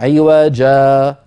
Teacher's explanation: فالوقف على عوجا هو عوجا بمد العوض